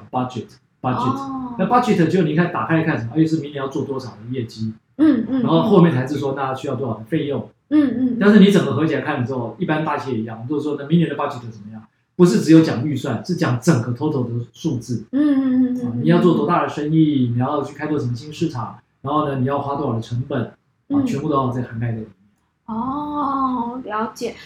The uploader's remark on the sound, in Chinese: 這集錄音沒有設定好,但是有太多的精華又捨不得刪除,音質不太好,請大家見諒